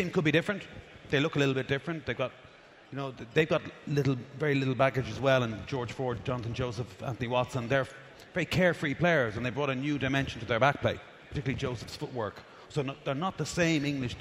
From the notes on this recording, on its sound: Previewing Ireland v England live at The Mansion House.